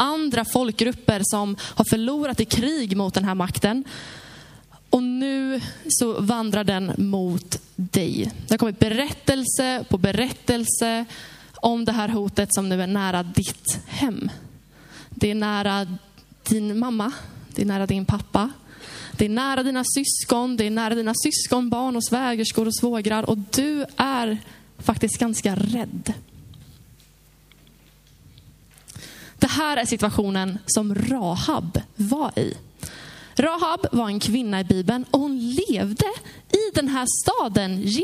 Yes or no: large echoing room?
yes